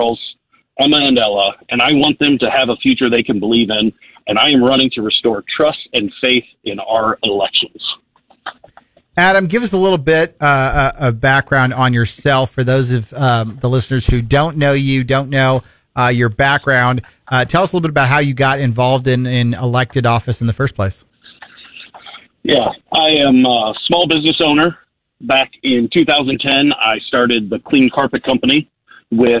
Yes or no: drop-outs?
no